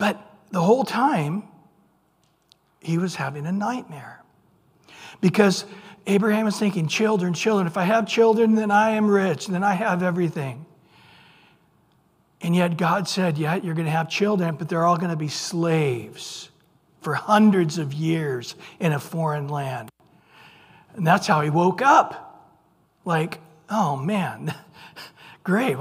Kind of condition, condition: setting, large echoing room